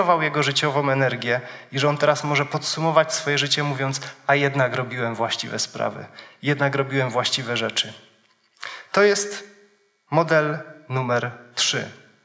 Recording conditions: live audience